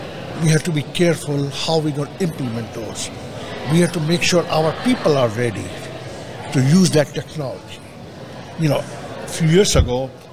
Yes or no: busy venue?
yes